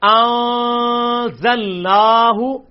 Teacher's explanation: لیکن عربی میں اس کو انزل نہ ہو نہیں پڑھا جائے گا، بلکہ پڑھا جائے گا انزل نہ ہو. یہ جو غنہ کیا جا رہا ہے، اخفا کر کے پڑھا جا رہا ہے